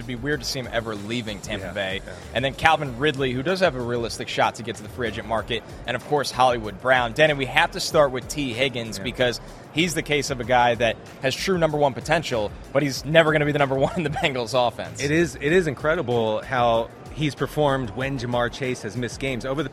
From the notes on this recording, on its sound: Live from Radio Row in Las Vegas